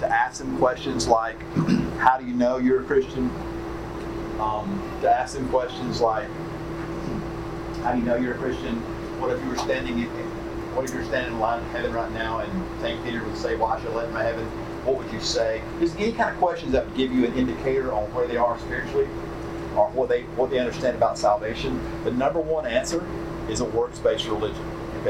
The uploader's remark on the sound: Statesboro Breakout Session 1. Georgia Baptist Mission Board. Note: Audio Quality Issues.